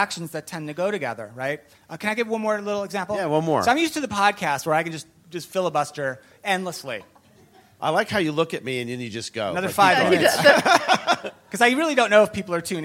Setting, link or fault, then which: setting, live audience